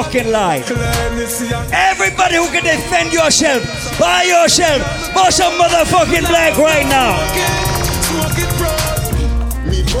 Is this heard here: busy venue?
yes